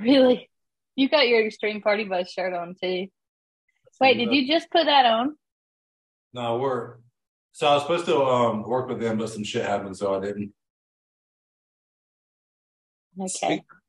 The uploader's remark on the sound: Sorry for the audio quality we are between states currently.